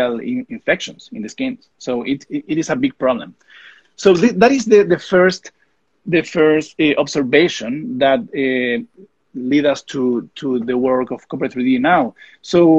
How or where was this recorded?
video call